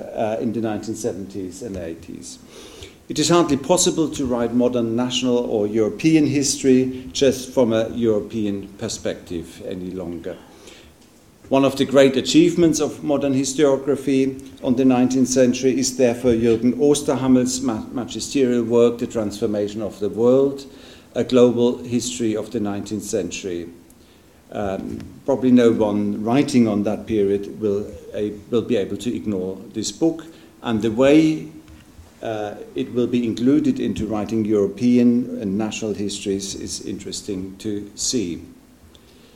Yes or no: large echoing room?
yes